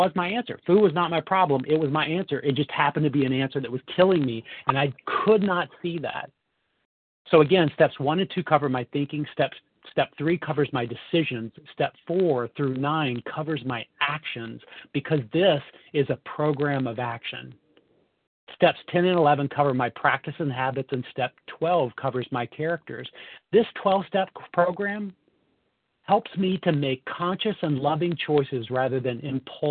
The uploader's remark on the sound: from the 100 Pounders Phone Meeting